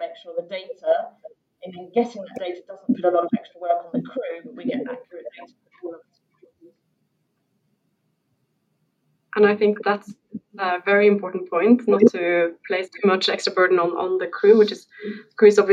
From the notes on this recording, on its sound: Webinar Recording. Catch up on the recording from the second part of our webinar.